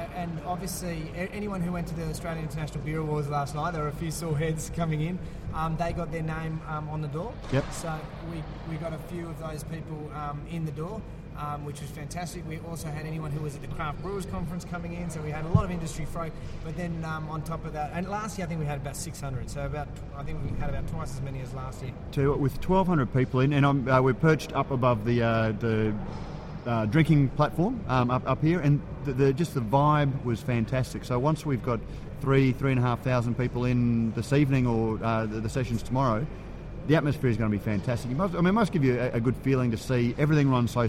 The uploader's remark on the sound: Radio Brews News live from GABS 2013. Live at the Great Australian Beer Spectapular.